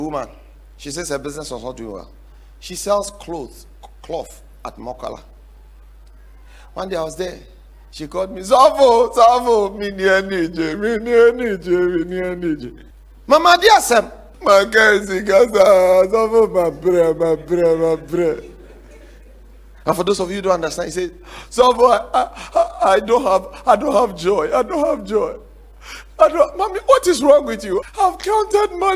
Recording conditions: large echoing room